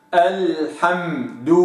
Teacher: فلا أقول الحمد الحمد راحت الميم وانزلقت، وإنما الحمد هكذا وتأخذ حقها من التوسط الحمد هكذا.